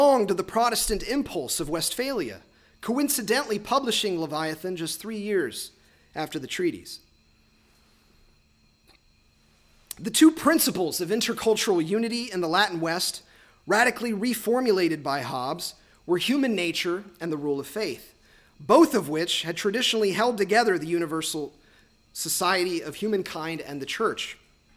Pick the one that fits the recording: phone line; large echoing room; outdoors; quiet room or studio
large echoing room